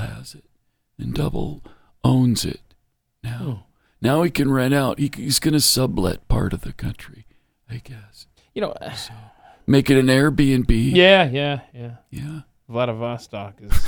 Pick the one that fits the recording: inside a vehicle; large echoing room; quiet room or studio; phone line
quiet room or studio